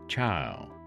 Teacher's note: Loss of sounds from the end of a word is known as apocope, as in the pronunciation of child as chile.